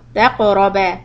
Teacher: The qaf will get a qalqala, a little bit of a hiccup.